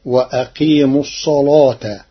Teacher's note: قرأ ورش كلمة الصلاة بتغليظ اللام لوجود الصاد المفخمة قبلها